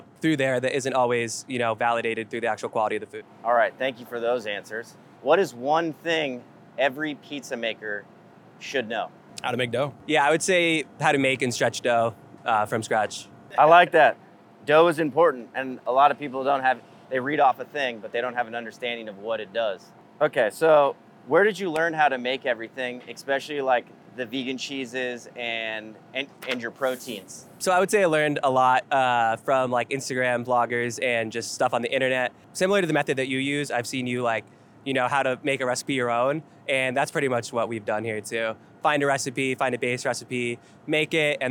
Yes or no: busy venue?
yes